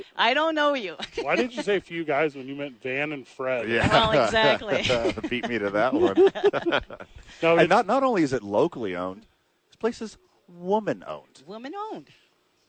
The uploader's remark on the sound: live from ABQ AX